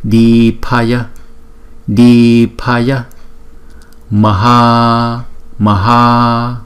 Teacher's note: Chữ a đầu một nhịp, chữ a sau hai nhịp